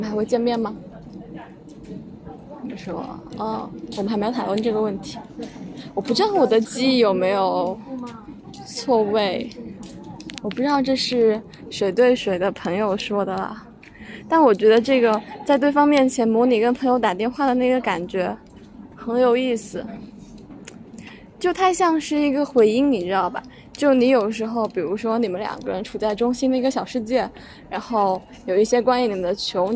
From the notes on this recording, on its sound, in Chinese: 依然是一期在路上随兴录制的电台，没有剪辑和配乐